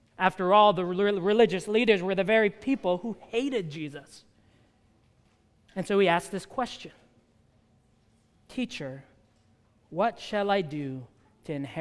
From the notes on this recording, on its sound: At the United Christian Church of Dubai.